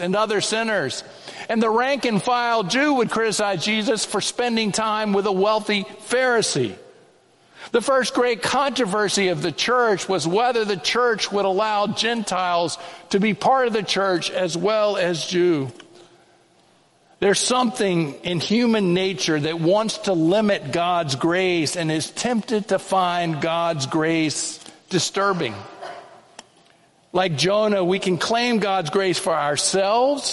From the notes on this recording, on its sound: The Children's Sermon & Sermon were preached on Sunday, January 28, 2024 at First Presbyterian Church of Allentown.